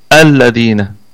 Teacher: يعني لما أبتدي إن الذين هنا سقطت الهمزة، لكن لو ابتدأت الذين مباشرة فهنا تثبت الهمزة الذين. واللام لام شمسية مدغمة، وعلة الإدغام التماثل، يعني أدغمت اللام في اللام. أنت لما تيجي تكتب الآن الذين تكتب الذين بلامين، الذين هنا أدغمت اللام في اللام، فهي لام شمسية مدغمة.